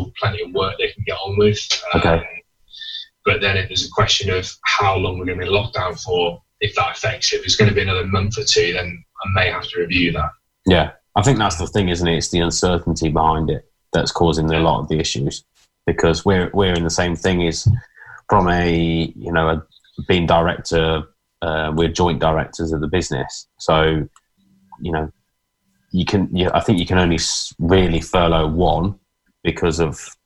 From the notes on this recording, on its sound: talking to you via a Zoom video link!